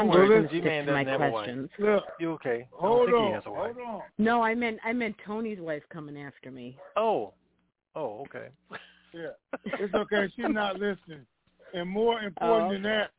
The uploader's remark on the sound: TNTSuperfantastic Conference Call.